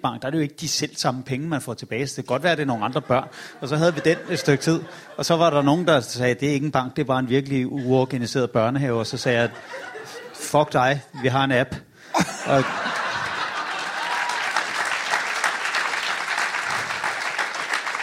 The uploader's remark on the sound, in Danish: LIVE fra Herning